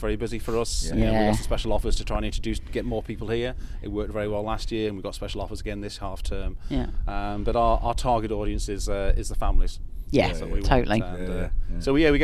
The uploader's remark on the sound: Recording a podcast at the top of the Monument in Hawkstone Park Follies. Come to you from 100ft in the air. Then the last bit of audio was recorded inside the visually stunning caves.